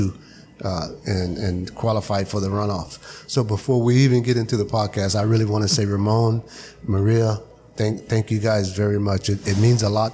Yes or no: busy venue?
yes